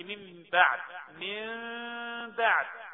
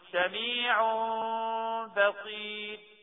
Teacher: طيب قال عند ورود نون ساكنه او تنوين وبعدها باء، سواء في كلمه واحده أو كلمتين، بتقرأ النون ميم ويبقى صوت الغنة على الميم بمقدار حركتين · Term: الإقلاب